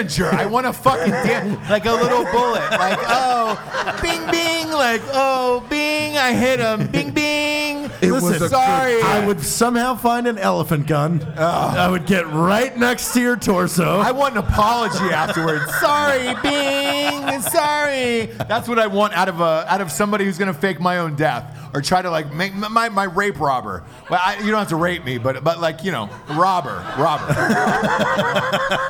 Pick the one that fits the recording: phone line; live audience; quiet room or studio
live audience